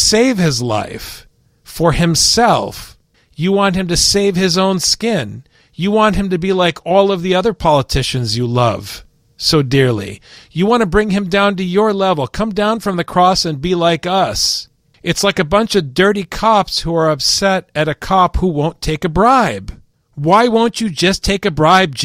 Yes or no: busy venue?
no